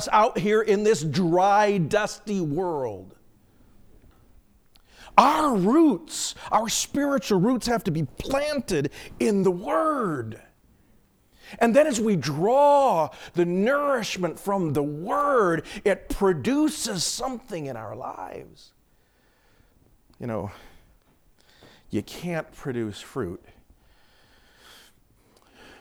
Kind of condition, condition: setting, large echoing room